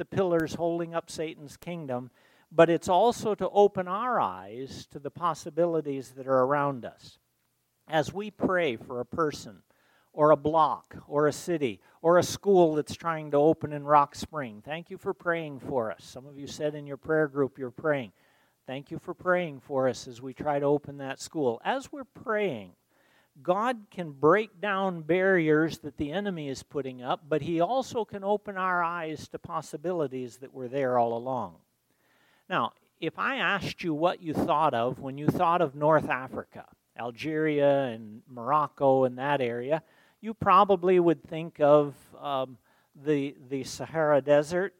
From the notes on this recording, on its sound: At Ringgold Seventh-day Adventist Church.